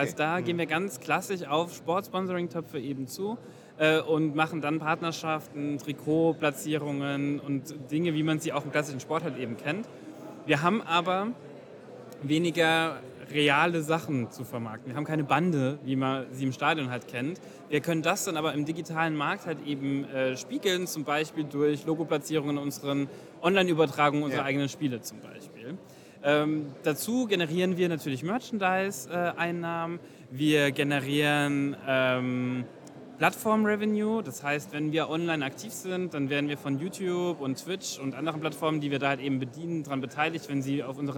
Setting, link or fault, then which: setting, busy venue